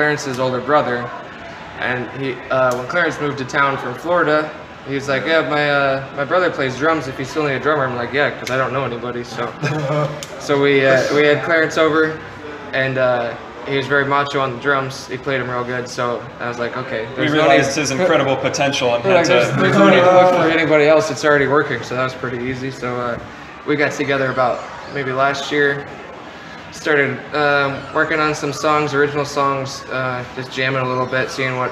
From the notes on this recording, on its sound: This interview was impromptu without any prepared notes or questions recorded at the Five Star Dive Bar in lovely Elkhart, IN.